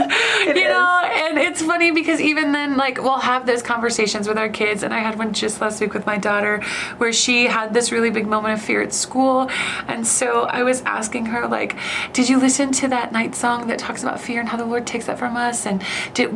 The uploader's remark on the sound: Live from the 2023 Child Discipleship Forum